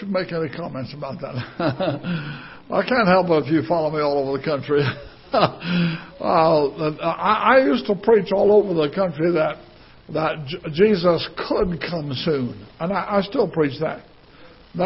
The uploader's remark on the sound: Ketha Heights Baptist Church ~ Live Broadcast